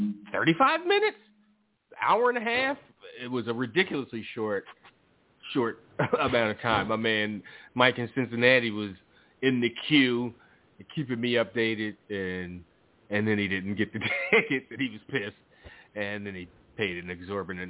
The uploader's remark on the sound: Live calls and more. Weekly caller, email and tweet driven show.